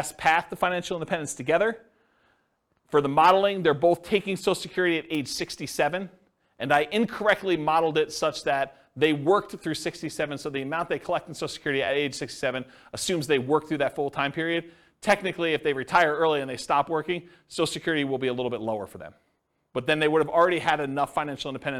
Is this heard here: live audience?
yes